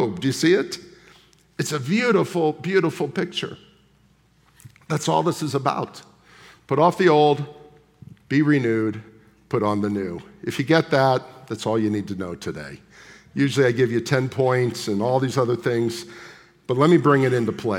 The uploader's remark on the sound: at the July 23, 2023 Sunday morning services of Boca Raton Community Church in Boca Raton, Florida